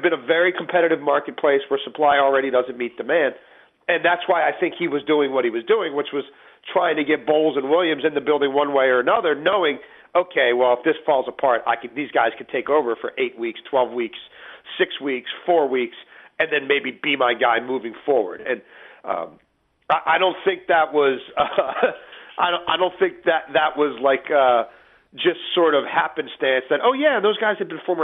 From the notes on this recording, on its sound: Called in from vacation. Called in from Torrey Pines.